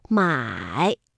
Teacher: 三声我们在读音的时候呢是先降下来然后再扬上去，买，它是一个 V 字形的读音